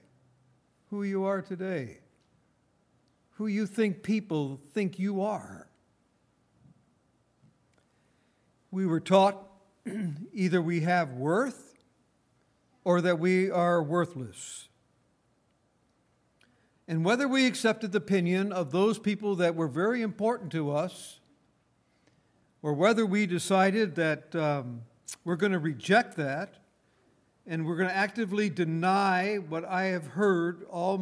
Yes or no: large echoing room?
yes